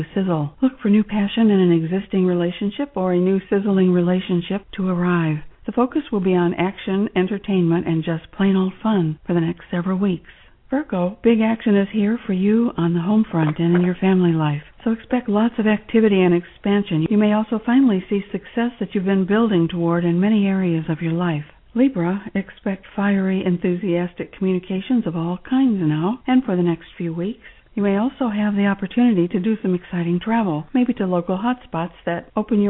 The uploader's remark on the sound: live call-in radio talk show